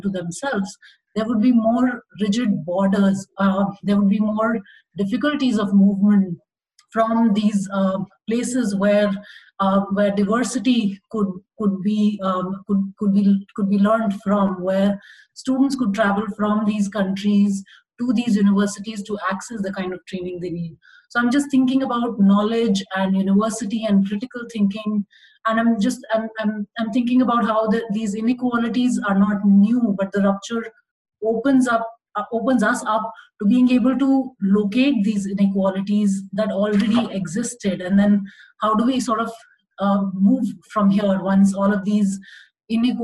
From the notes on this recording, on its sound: Recorded on May 20, 2020 as part of the IAH's Zoom Talks Series.